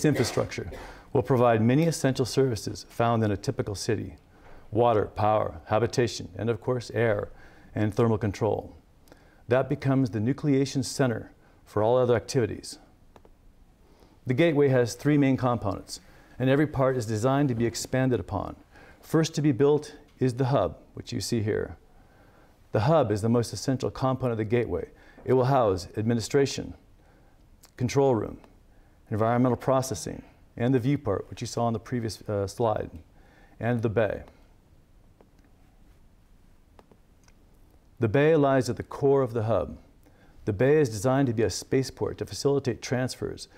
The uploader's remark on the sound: This lecture took place at the Keck Institute for Space Studies/Caltech on January 13, 2016.